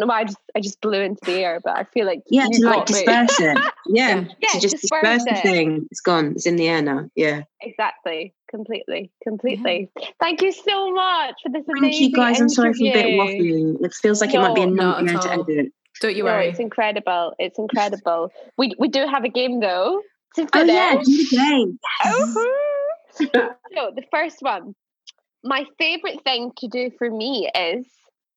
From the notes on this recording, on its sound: This was recorded during lockdown in May 2020 over zoom.